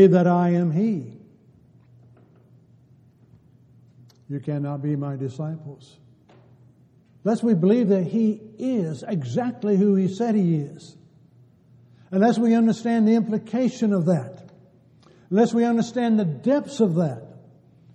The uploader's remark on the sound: Downtown Church Of Christ Audio Sermon